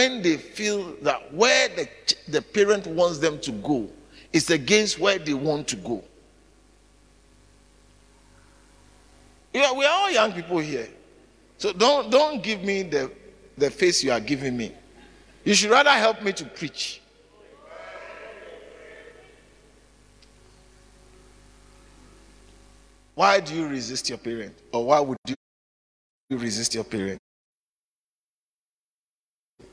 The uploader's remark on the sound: preached at the Living Waters Cathedral